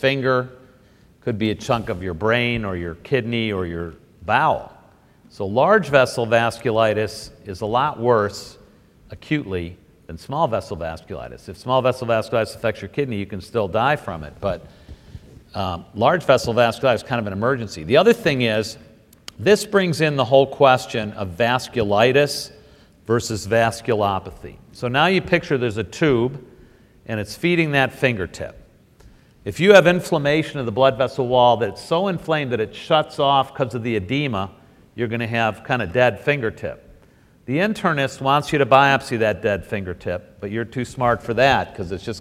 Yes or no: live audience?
yes